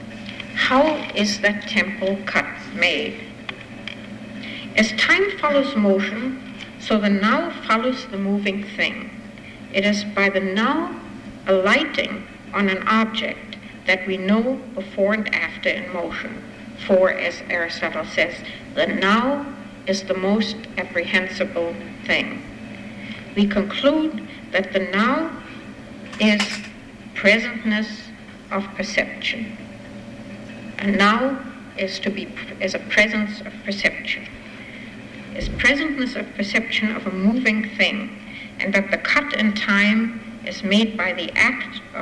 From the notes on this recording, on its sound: Recording of part one of a two-part lecture. As part of the Formal Lecture Series.